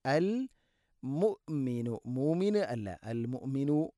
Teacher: ഹംസയുടെ ഉച്ചാരണം കൃത്യമാക്കണം, തൊണ്ടയുടെ താഴെ ഭാഗമാണ്, എന്നാൽ ഖൽഖല വരാൻ പാടില്ല. അൽ മുഅ്മിനു അല്ല, അൽ മുഅ്മിനു, മുഅ്മിനു എന്ന് ഹംസ തീരെ ഉച്ചരിക്കാതിരിക്കാനും പാടില്ല.